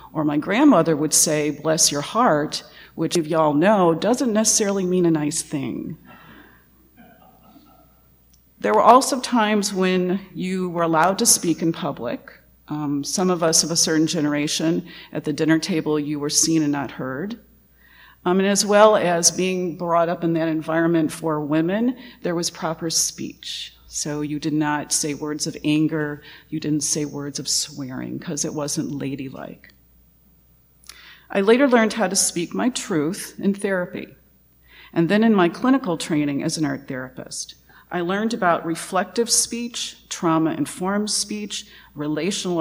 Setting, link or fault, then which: setting, large echoing room